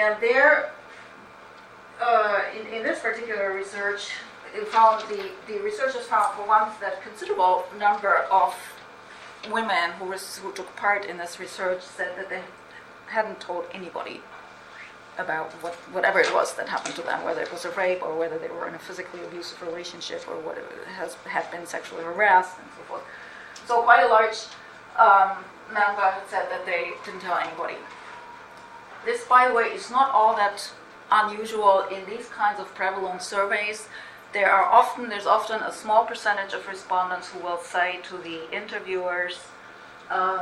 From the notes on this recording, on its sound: speaks at the SRHE Access and Widening Participation Network event